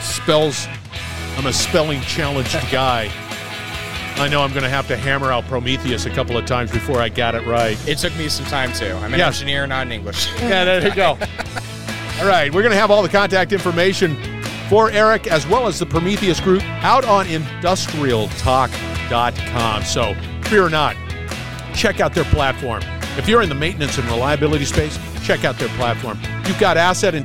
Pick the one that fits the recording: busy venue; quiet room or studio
busy venue